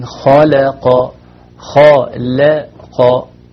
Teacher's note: فلو وقعت اللام المرققة بين مفخمين الخاء والقاف أحيانا بيطغى عليها ويؤثر عليها ما قبلها، ما تقول خلق، لكن خلق خلق، يعني عندنا مفخم ورقق مفخم.